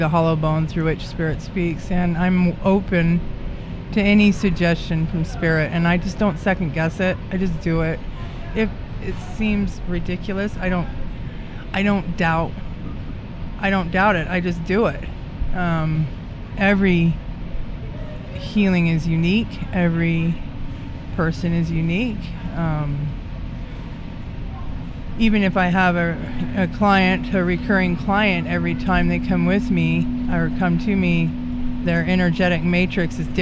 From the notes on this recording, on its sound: Recorded live on location at the 4th anniversary of the SoulWorks Fair. Each month the fair is held at Dancing Cranes Imports in Salt Lake City.